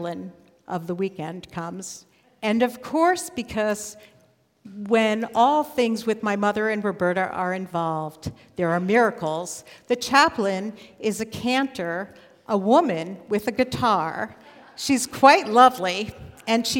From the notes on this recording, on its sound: live at Nordia House in Portland, OR Portland Story Theater